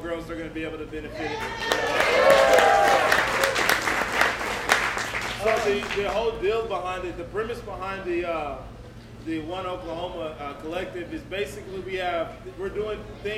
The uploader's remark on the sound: Hosted a live show after the Spring Game. They set up a laptop so those who couldn't make it could be part of the special night!